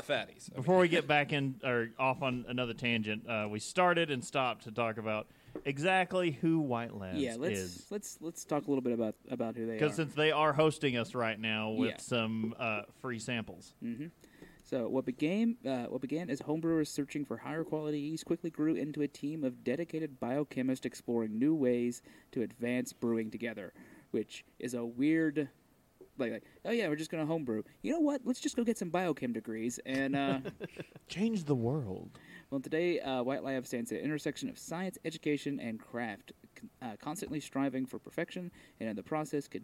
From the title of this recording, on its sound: Live from Drinktacular and White Labs